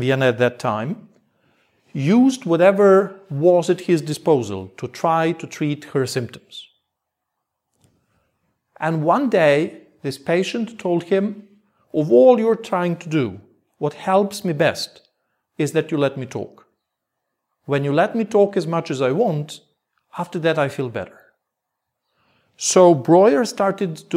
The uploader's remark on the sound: Part of a lecture. At Mittelweg 50 in Berlin 23 of February 2019 for Berlin Psychoanalytic.